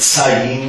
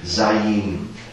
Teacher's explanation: Es wird mehr als S, als stimmhaftes S gesprochen. · Shown in: second take